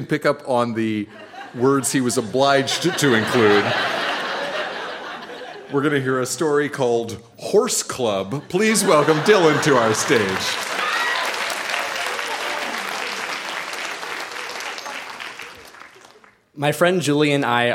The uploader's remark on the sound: Recorded live at the Royal Cinema in Toronto.